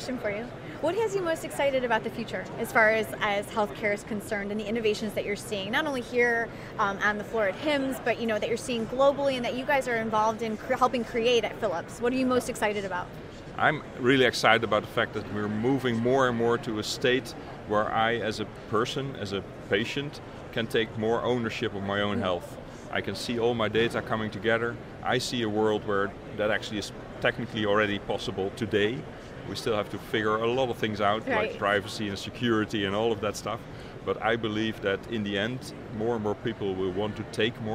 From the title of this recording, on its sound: LIVE From #HiMSS17